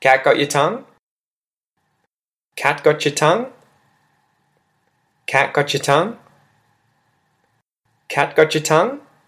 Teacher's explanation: I'm raising my intonation at the end of the phrase